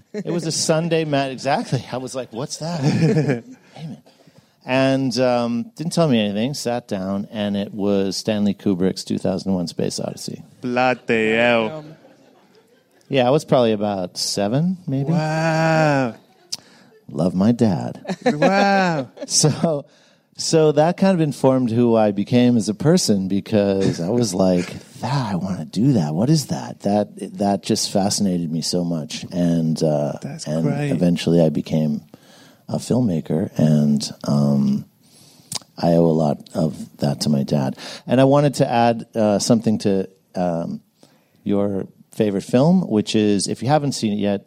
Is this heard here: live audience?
yes